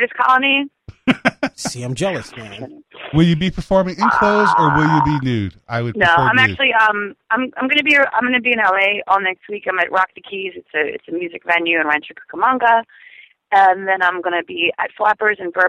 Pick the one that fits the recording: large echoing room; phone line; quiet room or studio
phone line